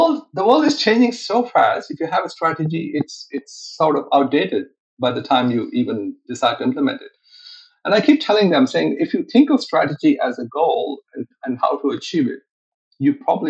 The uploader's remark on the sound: Recorded on RiversideFM